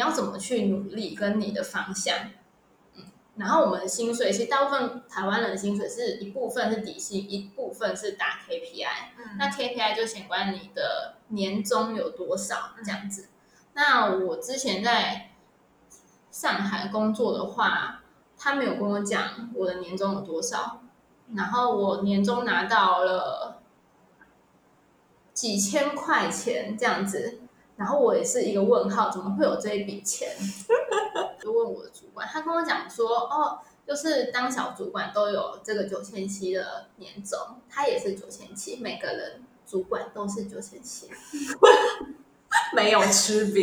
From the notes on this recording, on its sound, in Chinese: 本集仍是遠距錄音，音檔品質欠佳